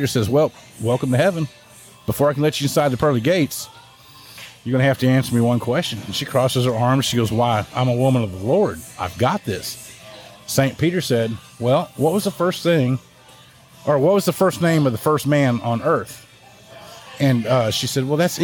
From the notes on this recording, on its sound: we drink some cold beers in the air conditioning of the Spring Tavern and have fun recording the podcast